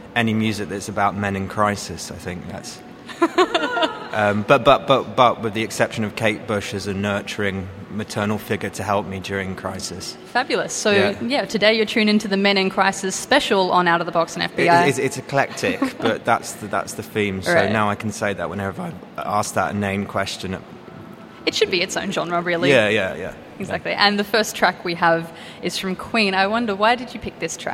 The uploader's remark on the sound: SPECIAL LIVE SHOW: This week we come live from Carriageworks. SPECIAL LIVE SHOW: This week we come live from Carriageworks.